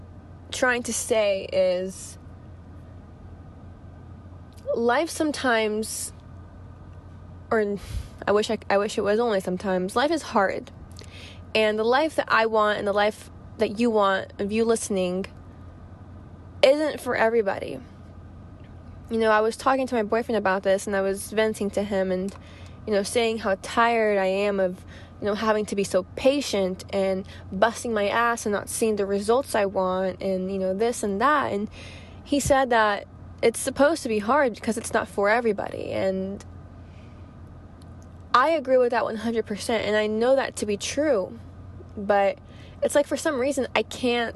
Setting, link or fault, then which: setting, inside a vehicle